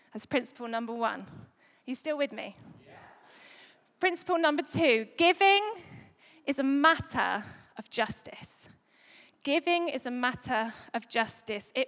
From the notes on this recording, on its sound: Recorded live at Life Church Lancashire.